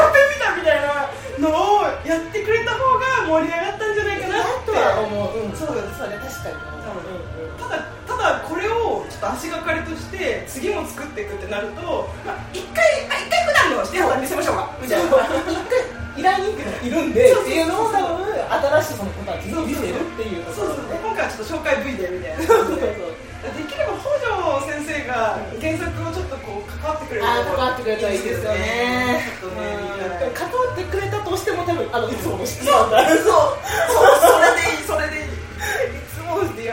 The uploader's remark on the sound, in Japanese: カラオケでの録音につきお聞き苦しいところがございますが何卒ご容赦ください。